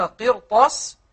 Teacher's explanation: نراعي هنا تفخيم الراء. يعني إذا جاء بعد الراء حرف استعلاء ليس مكسورا.